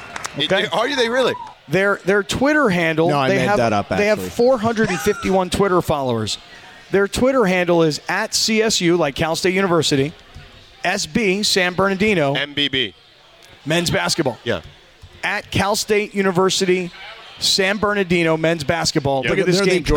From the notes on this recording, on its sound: We are LIVE from Yaamava Resort & Casino